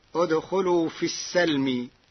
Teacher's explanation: قرأ ورش كلمة السلم بفتح السين